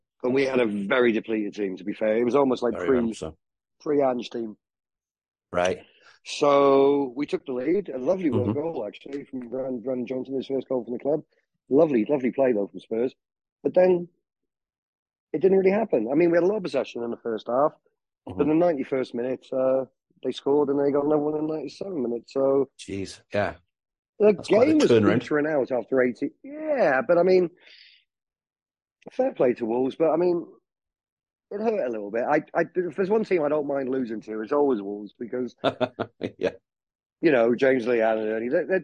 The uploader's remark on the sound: Talk over Zoom